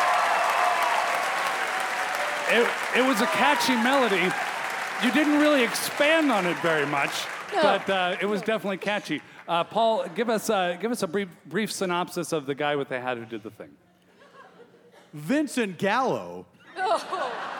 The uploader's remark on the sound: From Minnesota Public Radio. Recorded live at The Fitzgerald Theatre.